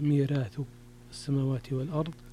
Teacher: ميراث أيضا فيها ترقيق الراء لورش